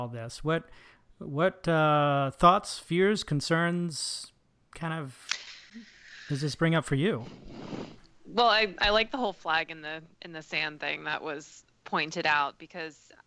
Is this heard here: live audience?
no